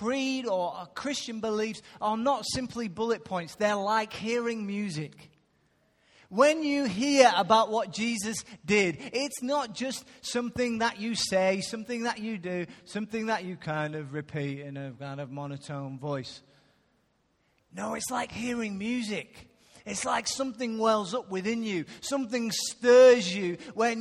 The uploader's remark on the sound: Recorded live at Life Church on Sunday 8th May 2016.